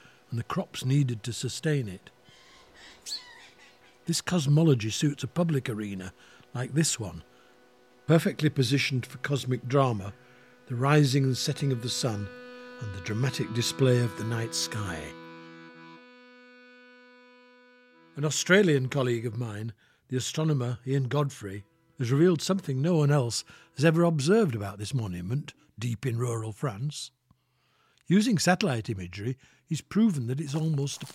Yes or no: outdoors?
yes